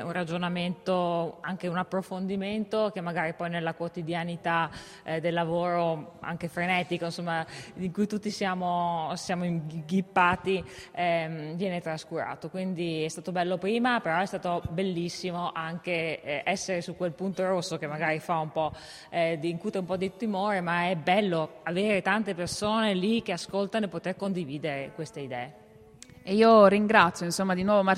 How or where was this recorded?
busy venue